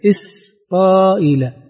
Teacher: لاحظ السين في إسرائيل ضربة واحدة، إسرائيل لا يتحرك الصوت فيها لئلا تشاب بشيء من القلقلة